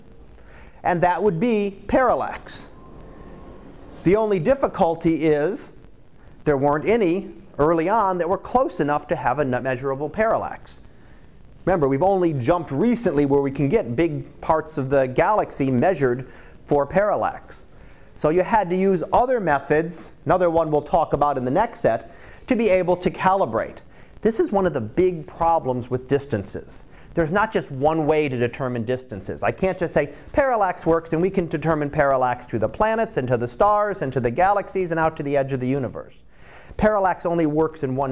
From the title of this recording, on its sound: Live Class Lecture 2018 Oct 18